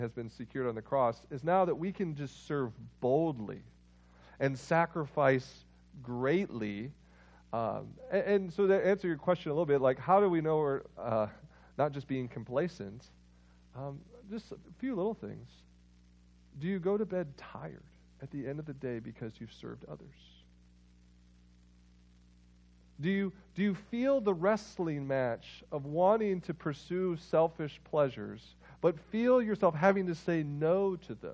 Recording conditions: large echoing room